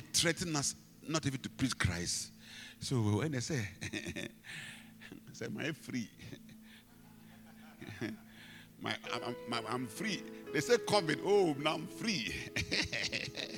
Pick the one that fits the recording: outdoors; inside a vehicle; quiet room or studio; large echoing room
large echoing room